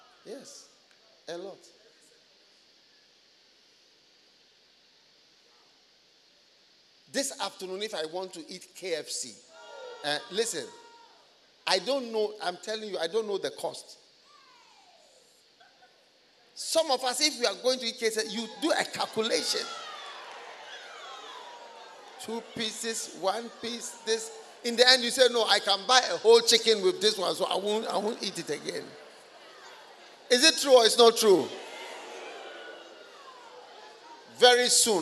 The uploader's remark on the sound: Preached at The First Love Experience Service, First Love Center, Accra.